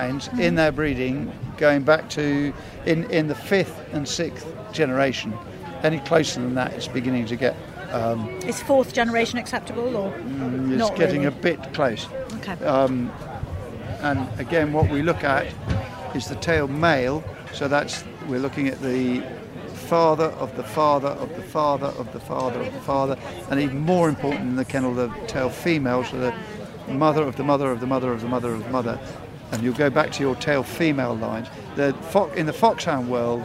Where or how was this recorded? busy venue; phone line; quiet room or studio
busy venue